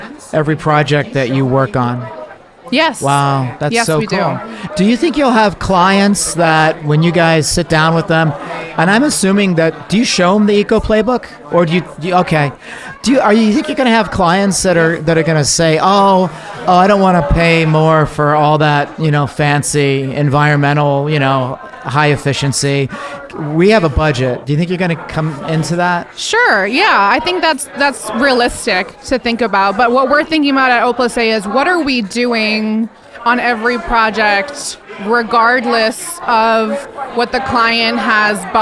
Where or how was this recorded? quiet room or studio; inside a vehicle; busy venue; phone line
busy venue